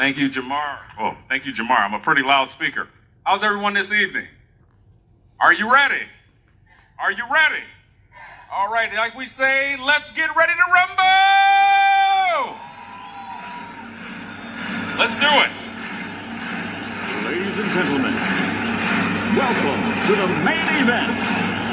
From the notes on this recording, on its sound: an awesome event at the Wilmington Library in Delaware